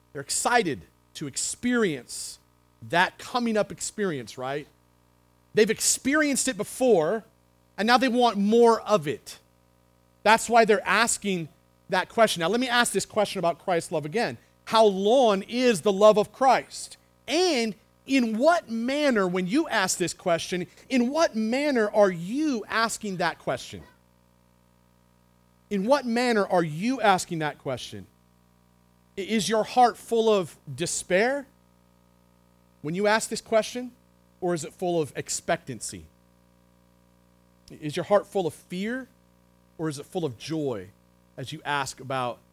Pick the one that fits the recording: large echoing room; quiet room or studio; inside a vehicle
large echoing room